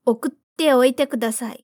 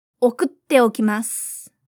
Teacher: E cuidado também com T, né? Que é mais forte e tem uma pausa antes.